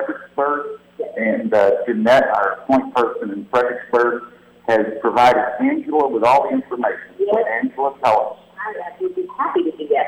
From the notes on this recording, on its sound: Live from The Pink Dome in the Peoples Republic of Austin! Joins me at The Capitol to testify on the pandemic response. Apologies for the sound quality BUT it gets better!